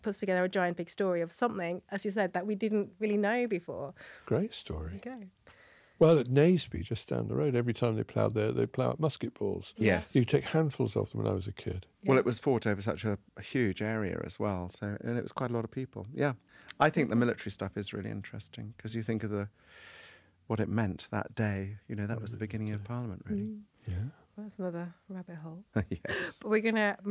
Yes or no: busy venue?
no